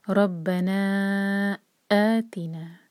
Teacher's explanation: آ دو حرکہ ہے، تی ایک حرکہ، تے نہیں پڑھنا اس کو، یہ ہے کسرہ، ای کی آواز آنی ہے